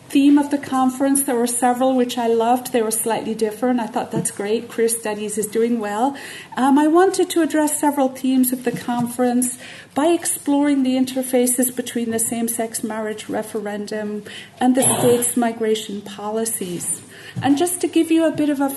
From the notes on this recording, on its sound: Keynote at Queering Ireland 2015